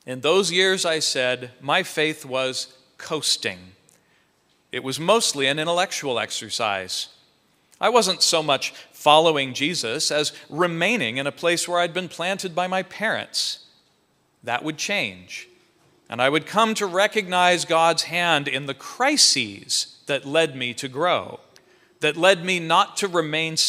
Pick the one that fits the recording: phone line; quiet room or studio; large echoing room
large echoing room